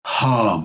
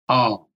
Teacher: You learn to pronounce your H's, for instance, and say, you know, harm and not arm · Shown in: first take